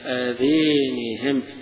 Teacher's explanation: يقرأها بإمالة الألف الثانية